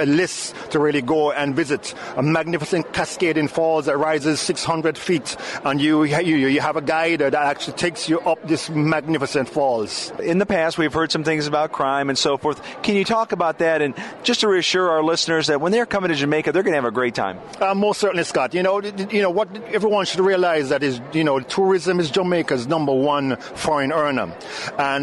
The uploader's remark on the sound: Cruise3Sixty Broadcasting in Fort Lauderdale. We broadcast from the largest cruise conference in the world.